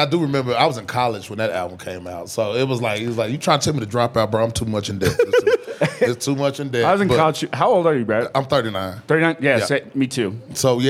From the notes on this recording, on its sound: live from the Vail Comedy Festival